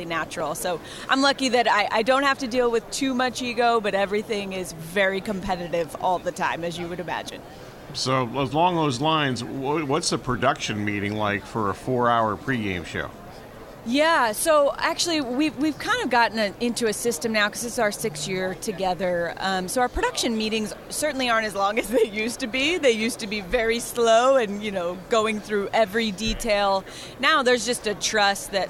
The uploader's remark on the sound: Extra Point live from Super Bowl Radio Row.